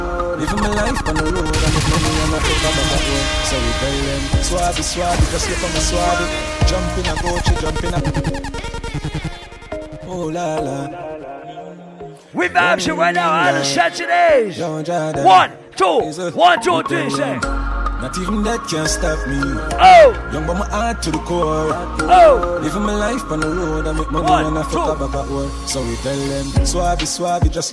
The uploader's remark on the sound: Live party audio from Island Saturdays on Nov 18